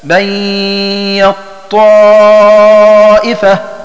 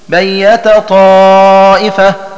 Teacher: بإدغام تاء بيت في طاء طائفة · Shown in: first take